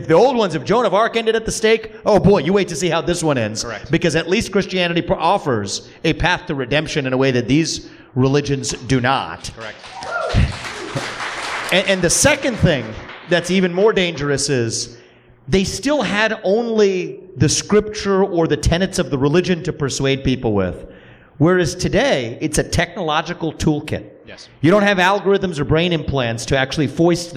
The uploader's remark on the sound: At this year’s annual Porcupine Freedom Festival in New Hampshire.